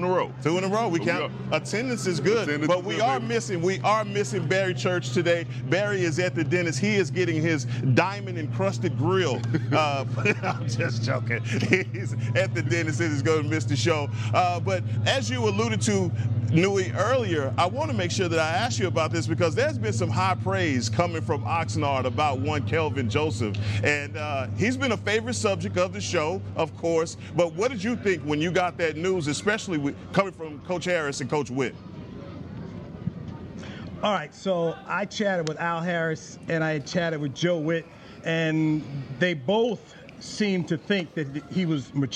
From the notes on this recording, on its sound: checks in live from Dallas Cowboys training camp